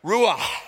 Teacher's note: And both of them cause breath to be exhaled with such force that if you put your hand in front of your mouth, you can feel it out to here. Ruach, that's a guttural there. You're supposed to pronounce it like someone's choking you to get it accurate in Hebrew.